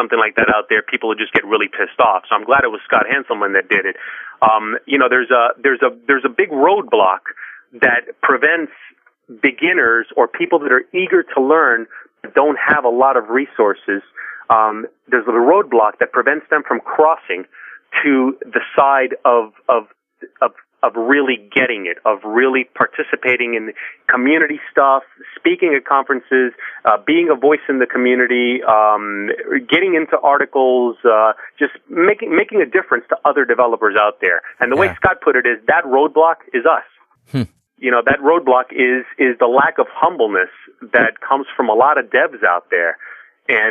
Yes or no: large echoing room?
no